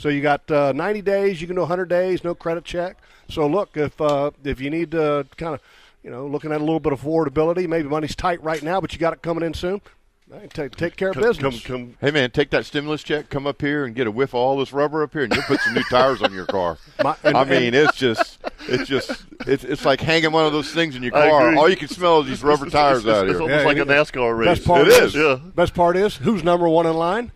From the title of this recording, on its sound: LIVE from Tire Outlet